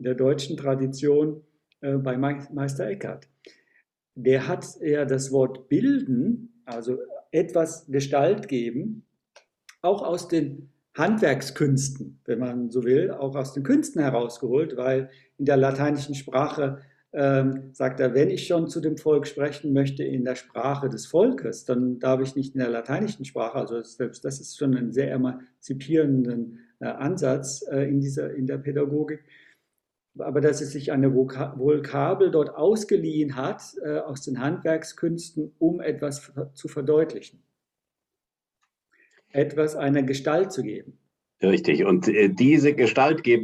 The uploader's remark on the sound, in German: Das Treffen erfolgte über Zoom